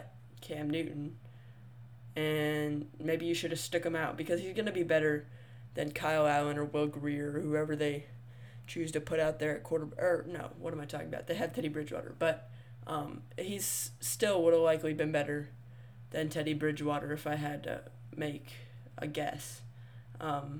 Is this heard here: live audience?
no